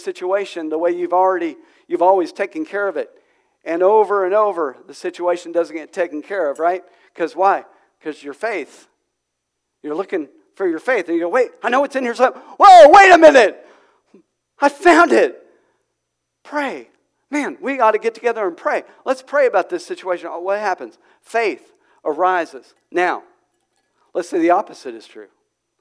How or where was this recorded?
large echoing room